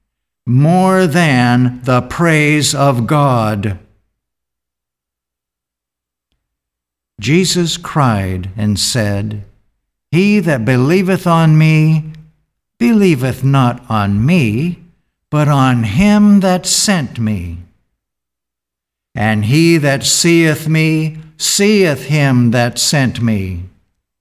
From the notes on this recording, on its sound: The Sunday service audio